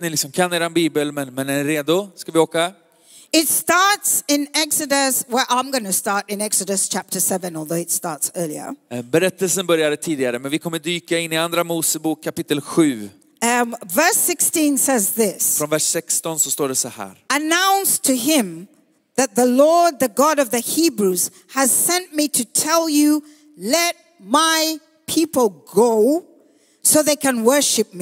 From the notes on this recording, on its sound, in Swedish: Söndagsgudstjänst ｜ IBC Conference ｜ Citykyrkan Stockholm.